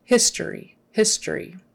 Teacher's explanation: And the accent is on the front.